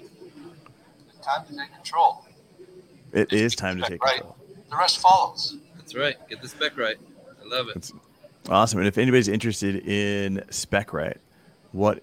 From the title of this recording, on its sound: Live from PackExpo